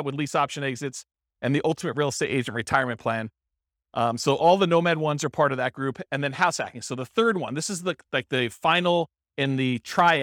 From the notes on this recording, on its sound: This was a live class recorded.